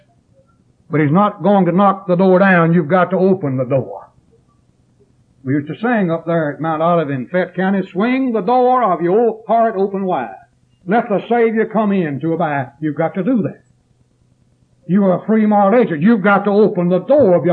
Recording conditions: large echoing room